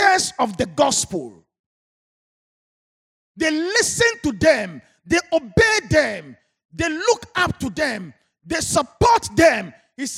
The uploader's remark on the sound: Sermon preached at CBC Shiashie Campus